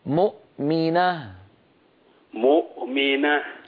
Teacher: أنت كنت تقول مؤمنة، تجعل الهمزة مقلقلة والهمزة ليست من حروف القلقلة